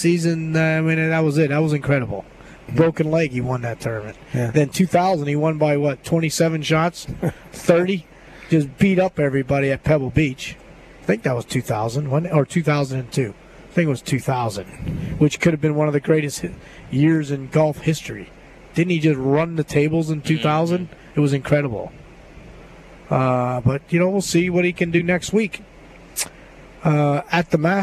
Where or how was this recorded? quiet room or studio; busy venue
busy venue